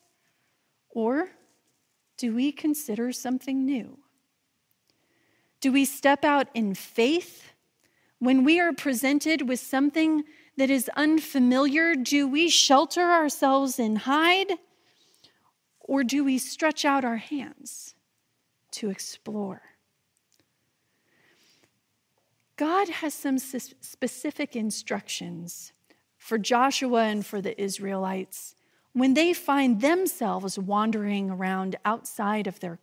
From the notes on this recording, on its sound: this message delivered during the traditional Worship service